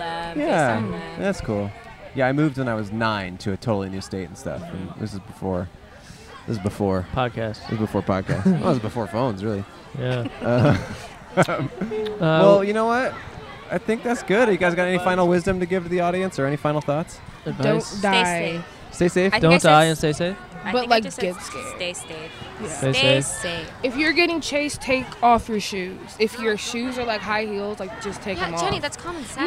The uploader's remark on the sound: A special episode recorded outside of a popular trick-or-treating house on Halloween night! Guests include an older social media guru, some teens out on a wild hunt for candy, and tons of adorable kids.